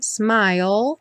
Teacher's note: Lembra que a gente termina o som dela com o L lá no céu da boca.